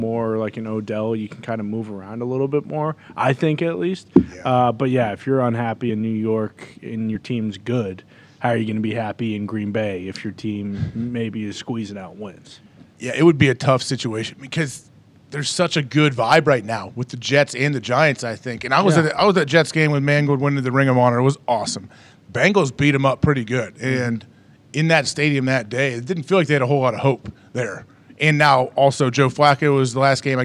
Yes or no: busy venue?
yes